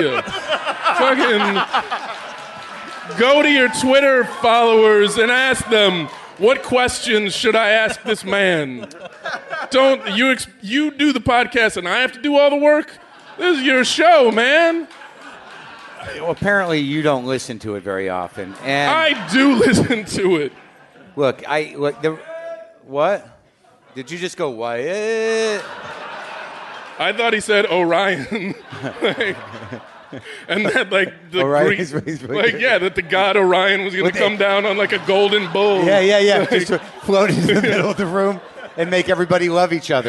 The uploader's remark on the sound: It's live WTF from Brooklyn!